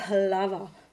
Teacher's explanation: So the H in Czech is a real voiced consonant, and you can hear how deep that sound is. It's very easy for us foreigners to either ignore the H or to just blow out air.